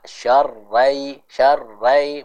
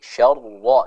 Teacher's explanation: disempurnakan vokalnya o ya pada huruf ro · Shown in: second take · kita juga menyempurnakan hukum idgham bigunnah, ditahan terlebih dahulu dengan kadar kurang lebih 2 harokat. · Term: syarwa yang tebal